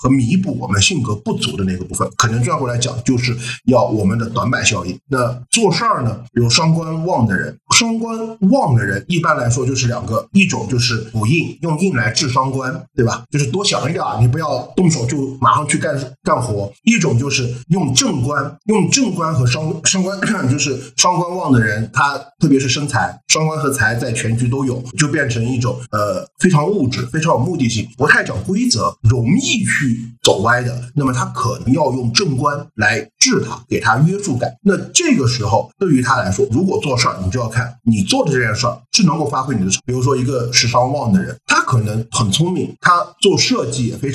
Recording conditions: poor sound quality